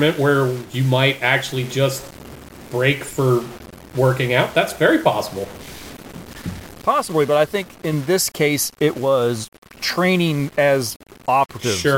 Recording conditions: poor sound quality